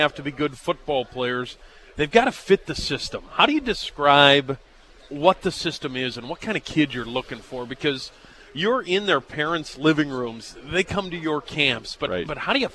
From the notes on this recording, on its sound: live from the Ramada